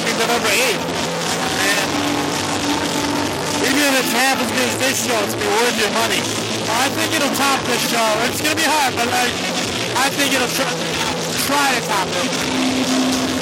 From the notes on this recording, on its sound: Live From XICW 201